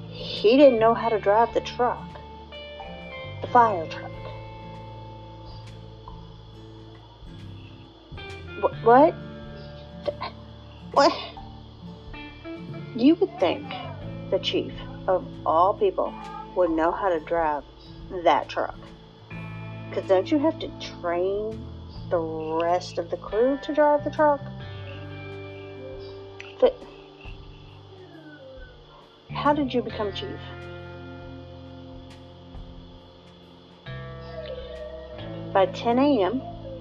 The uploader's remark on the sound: I apologize for the background noise. I tried recording at a different time and my 3-year-old wasn't cooperating.